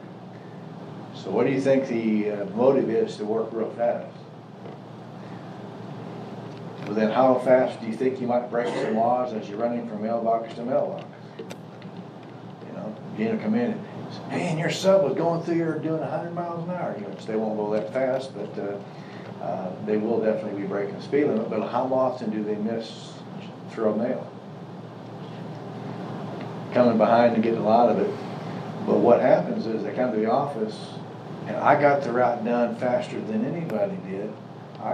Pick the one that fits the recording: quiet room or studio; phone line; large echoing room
large echoing room